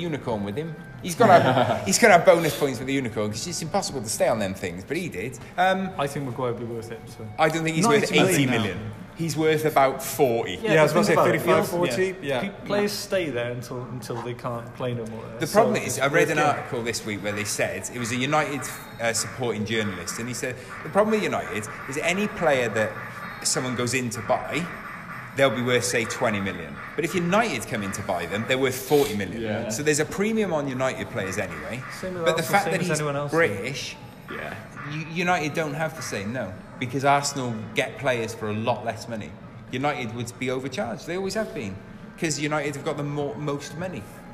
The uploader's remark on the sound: This week we recorded at the amazing Kongs Cardiff. Arcade game themed bar.